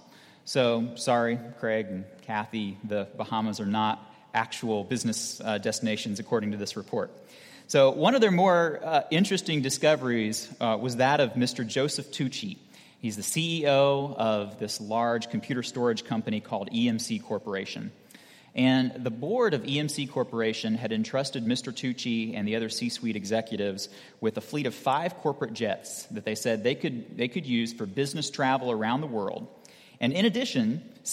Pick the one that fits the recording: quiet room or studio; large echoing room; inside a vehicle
large echoing room